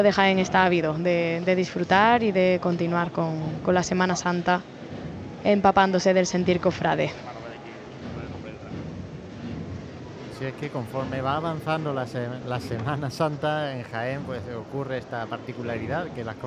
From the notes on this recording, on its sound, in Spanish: Retransmisión en directo del Jueves Santo en Jaén en el año 2023.